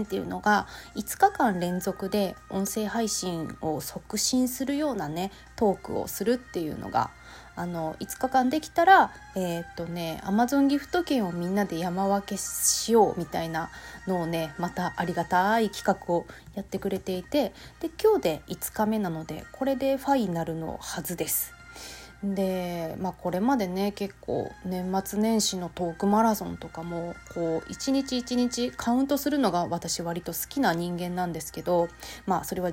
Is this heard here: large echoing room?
no